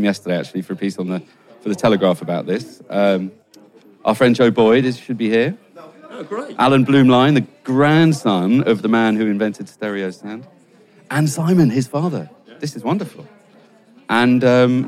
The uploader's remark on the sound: This opening episode was recorded live at the unveiling ceremony in the building at 31 Maiden Lane.